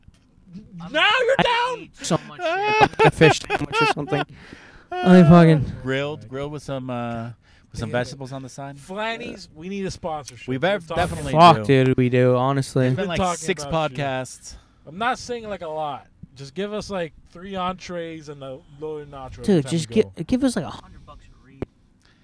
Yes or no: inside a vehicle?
yes